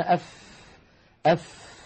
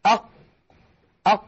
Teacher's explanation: مثلا يقولون أف أف، فيجدون بأن مع الفاء يخرج هواء ويخرج نفس عند النطق بها · Shown in: first take